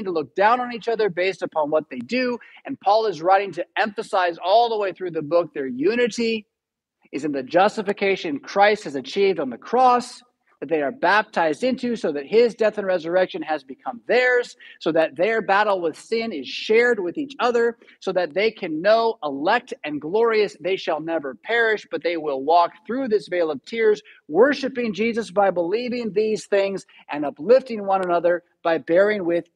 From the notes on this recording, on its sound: Preached at St Paul Lutheran Church , Rockford, Illinois on July 31, 2022.